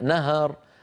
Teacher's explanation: أولا الهاء مرققة ليست مفخمة، وثانيا مفتوحة. مبتليكم بنهر، بنهر، الهاء مرققة لكن الراء اللي بعدها مفخمة.